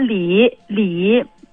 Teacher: 道了，声音也很好听哈。我们请指导一下。嗯，好的，这个您的就是优点哈、啊，这歌曲非常的熟悉，整首歌曲呢也比较流畅，感觉很成熟。但是呢，就是这个有些字的发音，就是我觉得您一定要这个校正一下。这个非常明显的山里红，您一直在唱山里红啊，就不行，就是平翘舌一定要分开哈、啊，山啊，这个舌头不要碰牙呀，翘一点，山是吧？啊，还有这个心中，最后尾音是中啊，不要心中，您唱的这个平翘舌中间这个位置不行啊，中不行，是中。还有就是山里的里。嗯，有时候就唱成你了，就是这个呢和了、嗯，我不知道您是哪儿的人啊，就是听口音好像不是东北的，我是湖北，湖北的，对不对？对，看就是说你那个了呢有点不分，这个里它是舌边音啊，舌边音不要唱成你，不要这个声母不要走鼻子